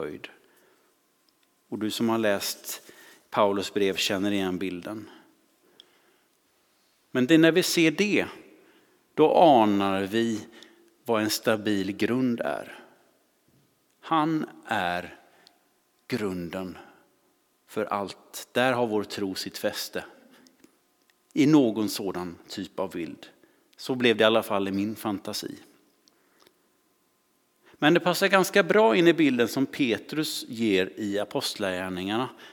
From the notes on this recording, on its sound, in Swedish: Inspelning från Immanuelskyrkan Skövde.